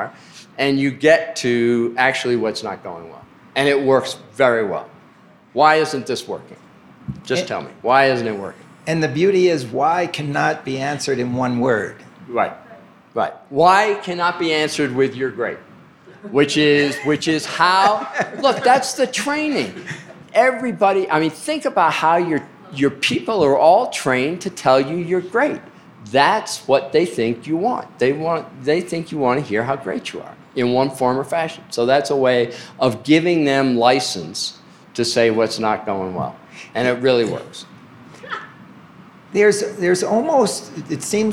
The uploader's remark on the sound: took place in front of attendees at the two12 conference in Vail, Colorado.